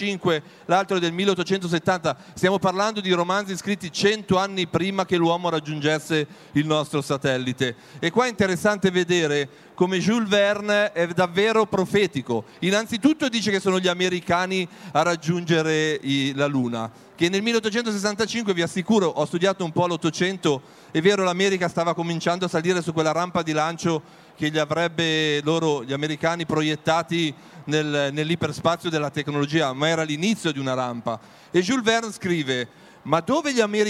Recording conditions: busy venue